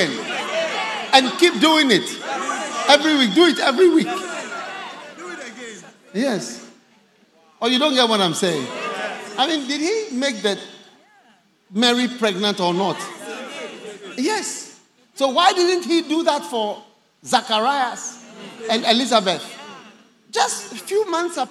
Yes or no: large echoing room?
yes